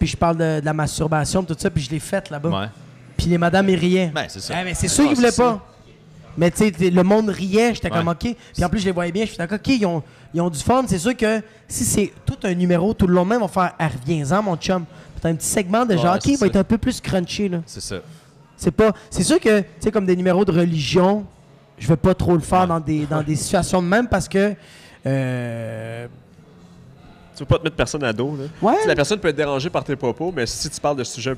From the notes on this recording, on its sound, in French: Artistes de la région sont invités à des discussions en direct du Minotaure.